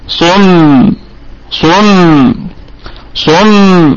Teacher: ضمت شفتي في الصاد وانبسطت في الميم، يعني تعود الشفتين للخلف وكأنك تتبسم تبسمة خفيفة جدا.